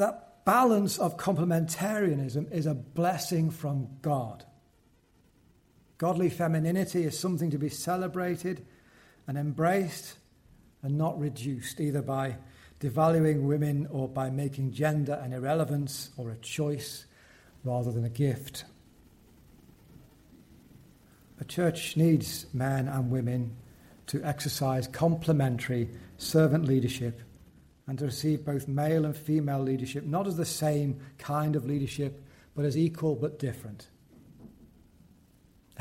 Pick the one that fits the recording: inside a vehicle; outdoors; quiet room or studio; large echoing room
large echoing room